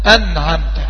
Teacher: لأن حكمها الإظهار، أنعمت، هكذا أنطق الإظهار الحلقي بدون زيادة في الغنة. يعني ما ينفعش أطول الغنة، يعني أقول أنعمت هكذا خطأ، لأن التعريف بيوضح بدون زيادة في الغنة، يعني أنعمت فقط، أنعمت.